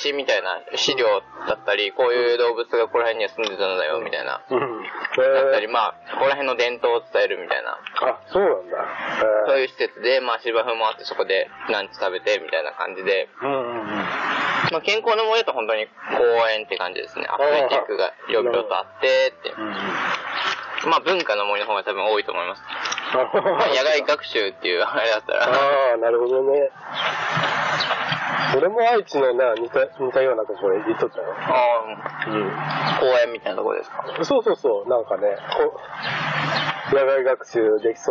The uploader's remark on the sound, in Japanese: 今回は私が岐阜県美濃加茂市にお邪魔しました！お昼の時間にこの収録してます！！音質はちょっと良くないですが。